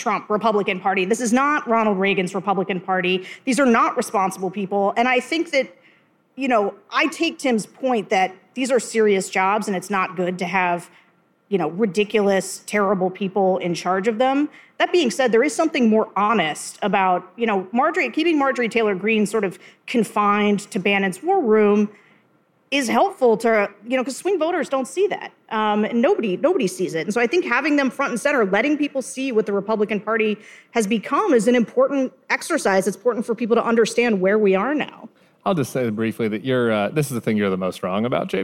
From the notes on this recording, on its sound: Live From LA. The gang hit the road this week with a live show from the Avalon Hollywood.